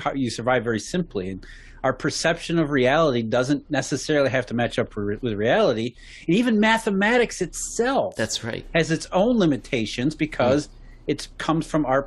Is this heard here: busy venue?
no